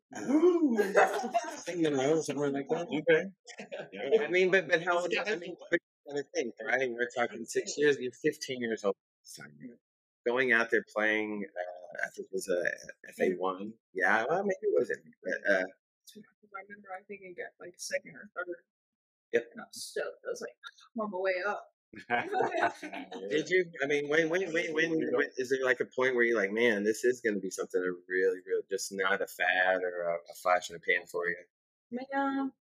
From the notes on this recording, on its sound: I DID MY BEST TO EDIT THE SOUND TO MAKE IT AS CLEAR AS POSSIBLE. I AM STILL LEARNING AND SOMEDAY WONT HAVE THIS ISSUE.